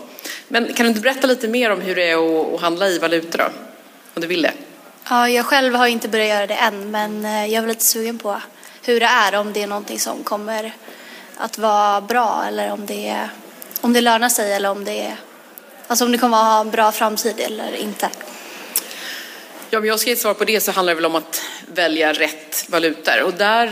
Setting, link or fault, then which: setting, live audience